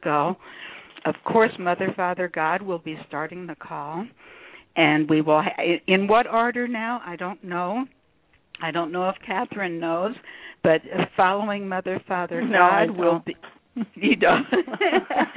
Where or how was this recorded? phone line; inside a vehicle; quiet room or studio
phone line